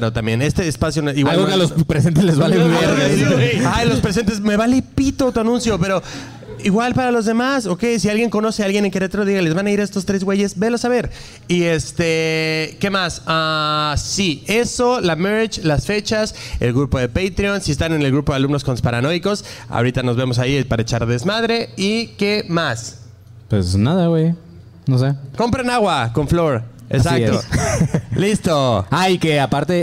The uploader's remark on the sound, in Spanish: En Vivo Monterrey. Show en vivo desde el Escocés Pub en Monterrey.